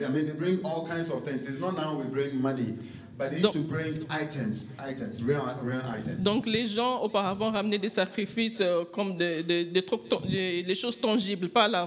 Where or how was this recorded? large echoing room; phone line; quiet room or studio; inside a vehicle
large echoing room